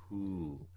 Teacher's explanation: Um, so if we do that to W, HW, then we get a voiceless W going into a W